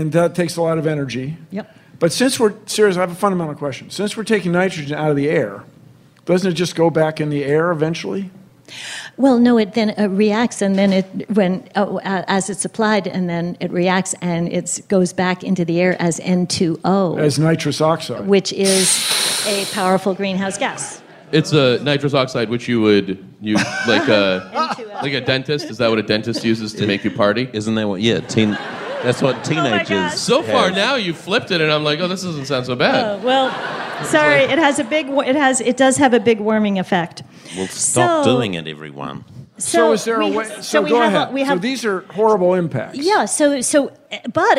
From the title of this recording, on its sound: StarTalk Live!